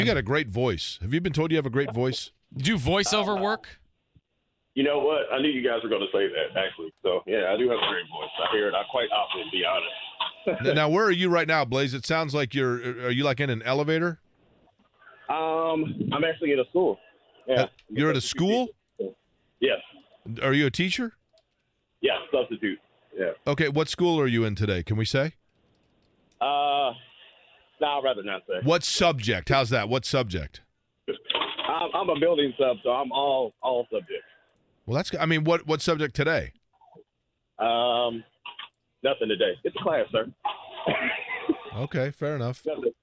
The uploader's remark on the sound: As people continue to call